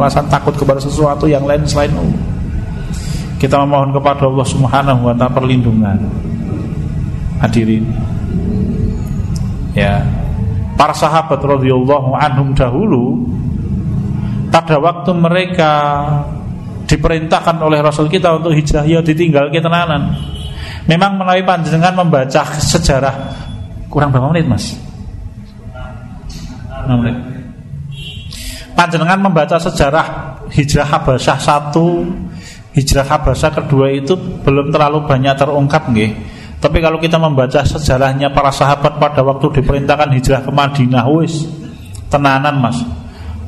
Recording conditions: large echoing room